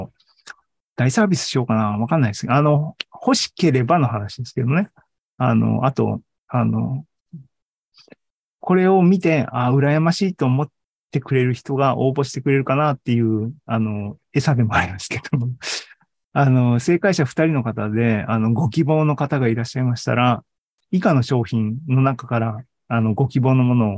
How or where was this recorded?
video call